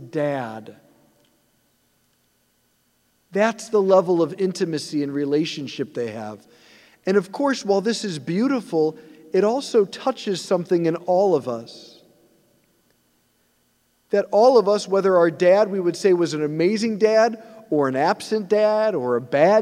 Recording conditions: large echoing room